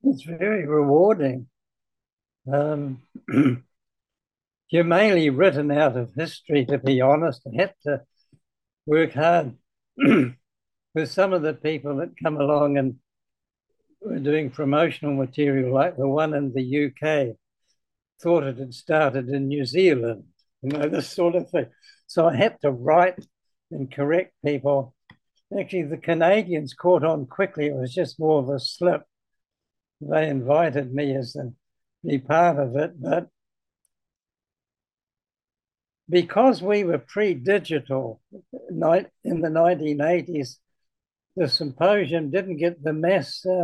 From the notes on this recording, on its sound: This interview was conducted